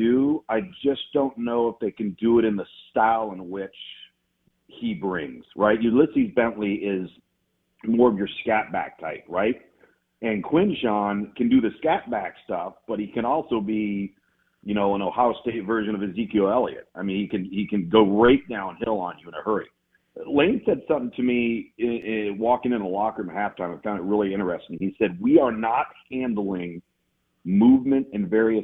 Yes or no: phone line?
yes